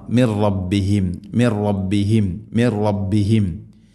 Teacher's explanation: അന്നഹുൽ ഹഖ് മിർ റബ് മിർ റബ്ബിഹിം, സാക്കിന നൂന് ശേഷം റാ ഇദ്ഗാം ബില ഗുന്ന, നൂനിനെ റായിലേക്ക് ഇദ്ഗാം ചെയ്യണം, മണിക്കാതെ കൂട്ടിലയിപ്പിച്ച് ഉച്ചരിക്കണം